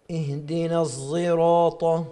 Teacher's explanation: في عندنا الصاد المشمة صوت الزاي، هي عبارة عن صاد تأتي خليط بين الصاد والزاي